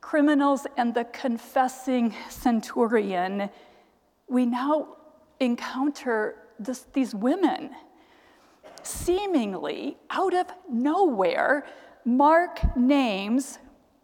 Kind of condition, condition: setting, large echoing room